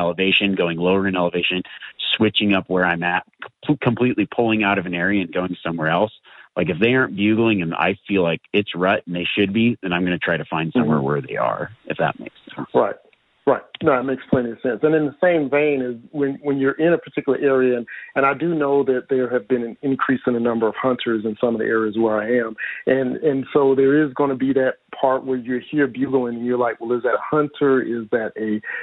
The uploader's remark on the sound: Live Wild Call-In Q&A. Takes calls from listeners and answers questions.